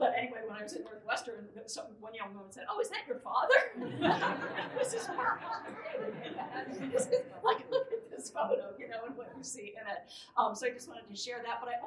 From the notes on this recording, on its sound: A panel recorded live at the fiftieth anniversary celebration of Southern Exposure magazine, held in March at the University of North Carolina Chapel Hill’s Wilson Library.